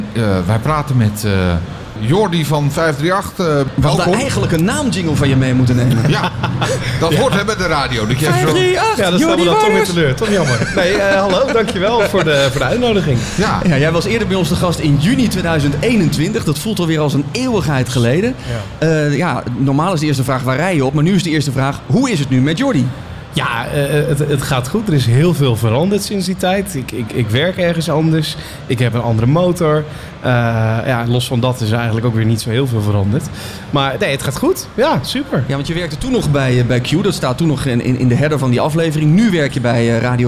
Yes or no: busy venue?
yes